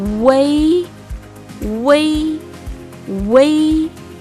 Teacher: pronunciamos primero la U y luego cambiamos la forma de la boca para lograr la E